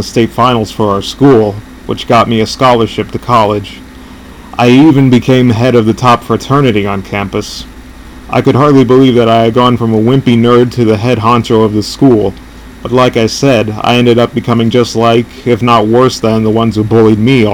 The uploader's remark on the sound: I had to delete and redo this episode due to an unfortunate chain of events. I apologise for any background noise or other nuances you might hear, as this is my first podcast ever and I'm still figuring this out.